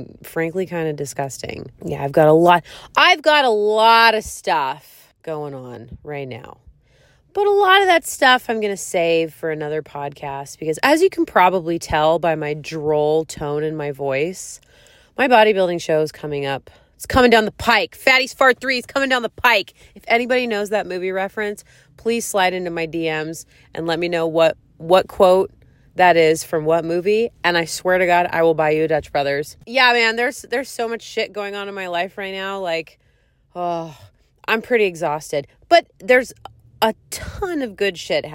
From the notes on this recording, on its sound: One podcast from my car and one podcast from my bed.